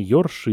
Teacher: характерно произношение предударного «о» после мягких в соответствии с фонемой «о» · Term: ёканье